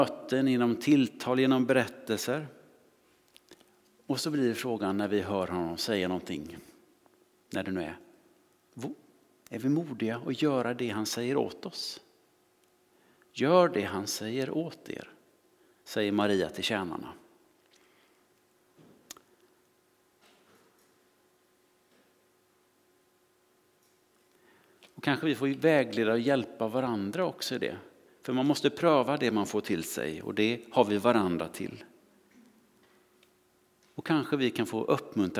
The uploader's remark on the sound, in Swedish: Inspelning från Immanuelskyrkan Skövde.